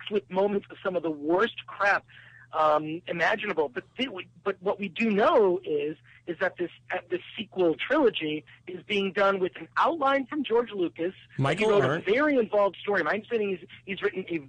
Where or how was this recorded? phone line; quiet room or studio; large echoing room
phone line